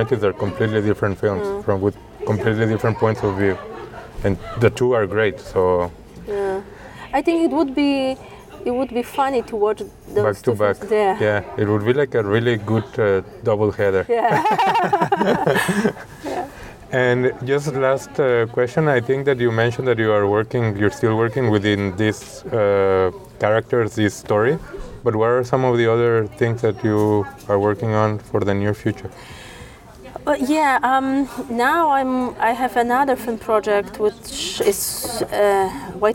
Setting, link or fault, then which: setting, busy venue